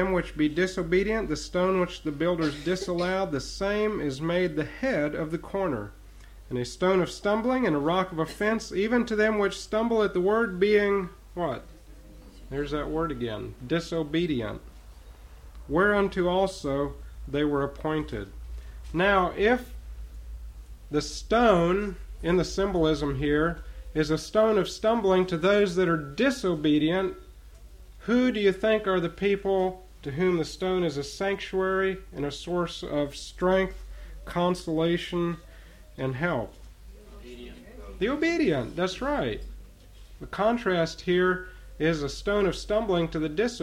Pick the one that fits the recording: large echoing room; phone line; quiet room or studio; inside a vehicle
large echoing room